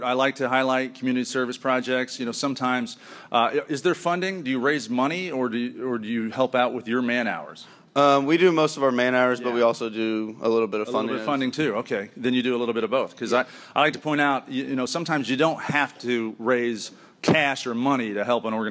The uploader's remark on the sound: Live at the University of Memphis. We begin with a live audience at the University of Memphis with the Kappa Alpha Order.